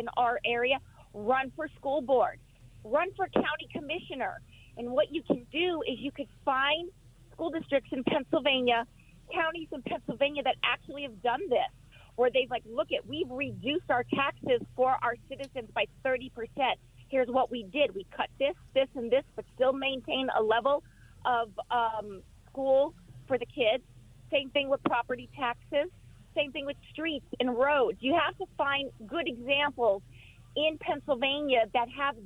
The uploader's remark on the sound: talks to a first time caller